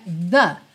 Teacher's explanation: É interessante porque as duas palavras começam com TH, só que o TH do the é the, the é com som